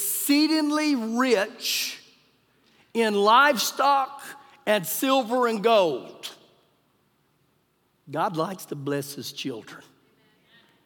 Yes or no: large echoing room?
yes